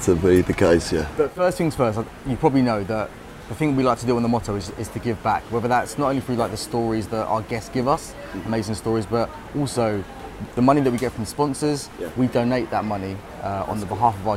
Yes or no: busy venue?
yes